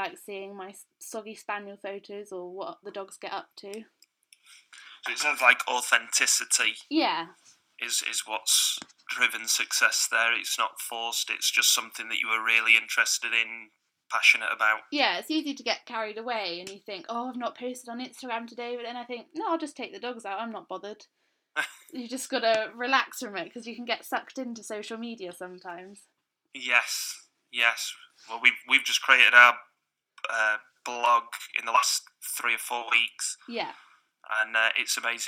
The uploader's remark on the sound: It’s the first ever podcast we’ve recorded and we had a few teething issues with the audio quality for which we can only apologise. We’ve done what we can in editing.